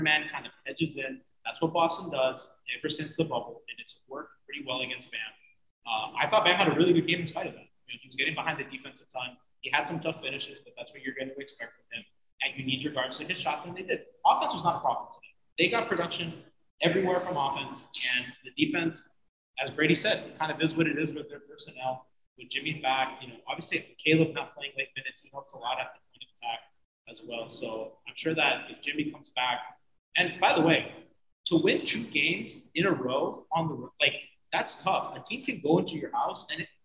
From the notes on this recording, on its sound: Our apologies for the shaky audio on this one. Recording on-location after our watch party at Tropical Distillery.